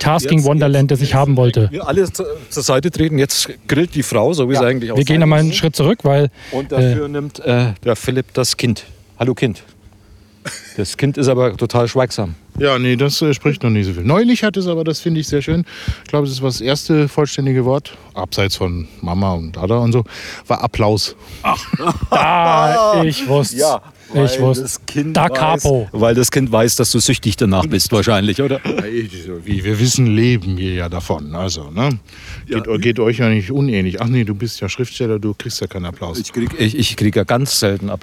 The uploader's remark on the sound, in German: Und alles live! Wir haben ihn in seinem Garten besucht. Außerdem dabei: Ketchup am Mikrofonkabel, allerhand Qualm aus dem Grill, Schlüsselgeklapper und Vogelgezwitscher.